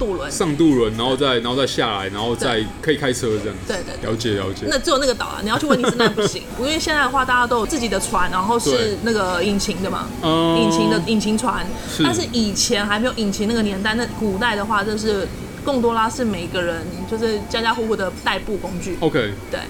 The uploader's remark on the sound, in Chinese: 本集白噪音指數：蚊風級 1/5。錄音地點： Parko Parco 的室外用餐區。